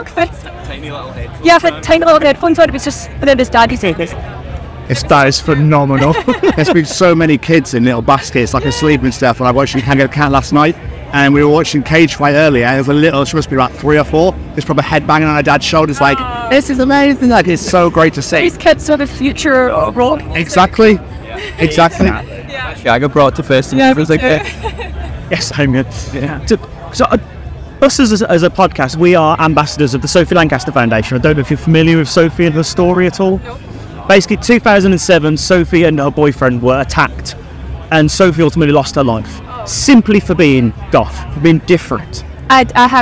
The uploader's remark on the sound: From our 'Live from 2000 Trees 2023' series.